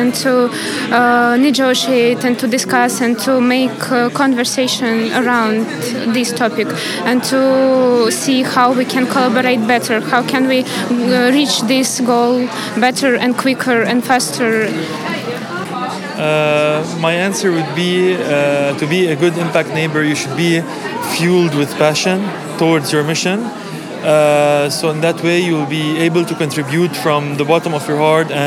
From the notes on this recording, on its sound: live at the Impact in the Neighbourhood conference in Tbilisi, Georgia